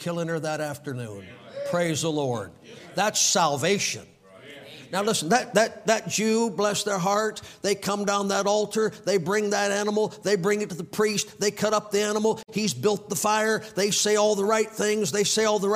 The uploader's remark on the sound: Orginally preached on April 10, 2023 at the Victory Baptist Church in Milton, FL.